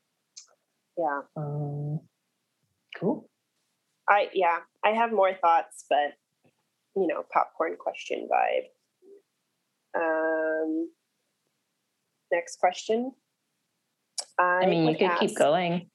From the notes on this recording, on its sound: we were asked to come in (Zoom-style)